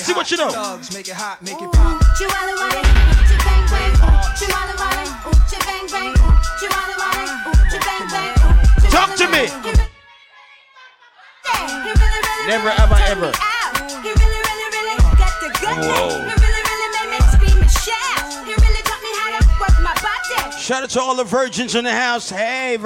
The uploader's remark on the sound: LIVE AT RUMPUNCH BRUNCH